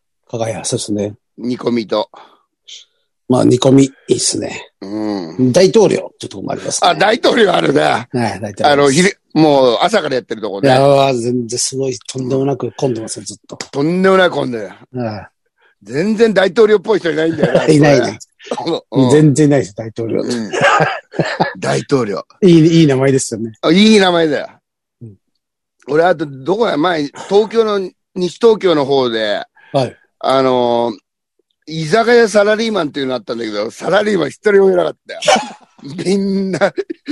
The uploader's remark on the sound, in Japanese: ZOOMで収録